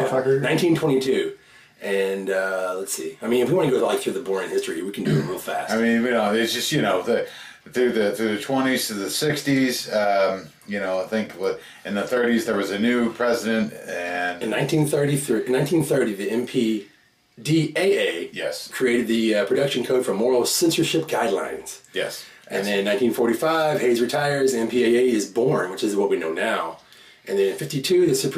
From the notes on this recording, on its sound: The beginning of this episode we had sound issues and had to resort to our video cameras for the sound. It eventually all comes back.